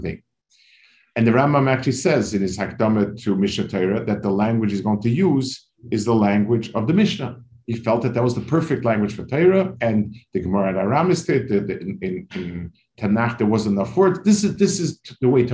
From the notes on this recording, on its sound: This shiur take place over Zoom on Motzei Shabbos.